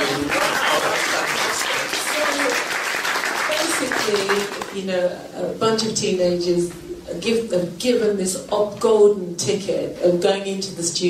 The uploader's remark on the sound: This recording was part of the Bass Rewind Session on the 12th February which took place at the Jamaican High Commission to coincide with Reggae Month.